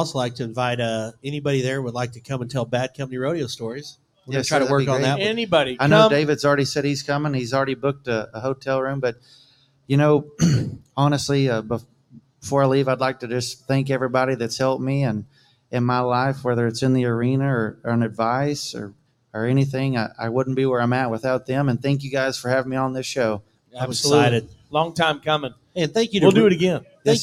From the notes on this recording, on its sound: joined us live at Brewster Street Pub in Corpus Christi for the Buc Days WCRA Rodeo!